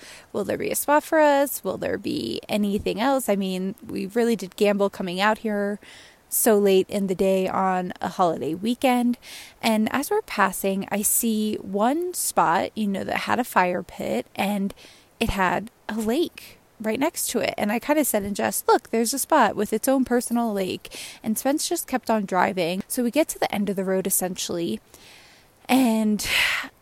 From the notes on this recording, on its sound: Recorded out in the WY/MT wilderness, another lesson and reflection I experienced when my phone went into airplane mode and I could just sit in nature.